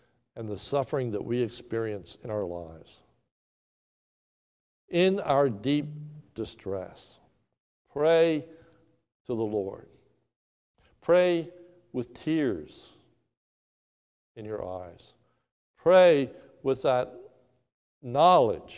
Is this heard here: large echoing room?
yes